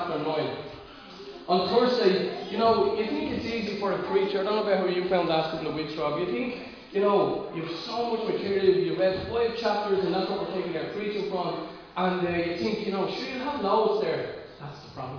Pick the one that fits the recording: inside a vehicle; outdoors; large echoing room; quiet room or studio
large echoing room